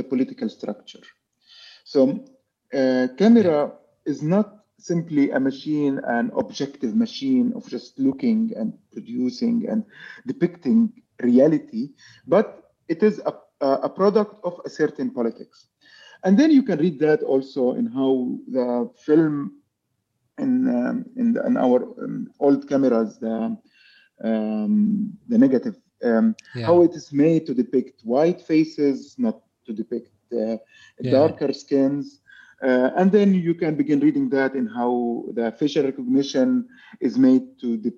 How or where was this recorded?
video call